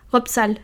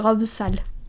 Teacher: Si la siguiente palabra empieza con una S, por ejemplo, que no vibra las cuerdas vocales, entonces la B la transformas en una P · Shown in: first take